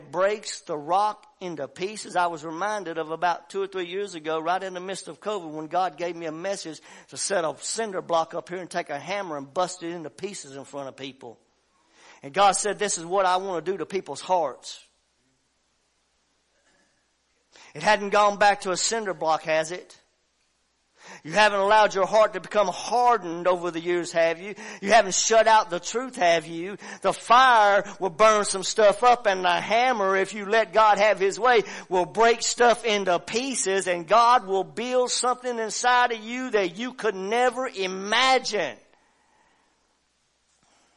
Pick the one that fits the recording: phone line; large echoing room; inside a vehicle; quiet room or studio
large echoing room